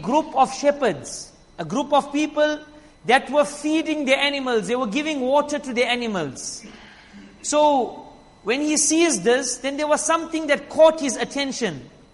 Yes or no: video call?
no